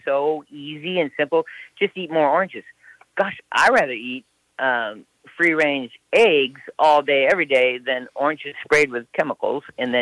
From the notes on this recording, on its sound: Over the phone from outside Austin, TX.